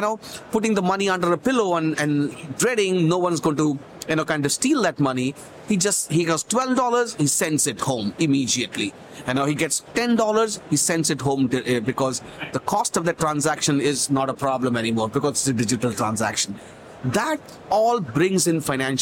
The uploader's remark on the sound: LIVE FROM MONEY 20/20 EUROPE